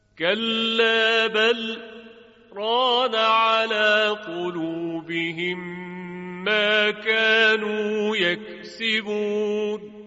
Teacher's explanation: بین لام بل و را سکت میشه، یعنی لام اظهار میشه و ادغام نمی شود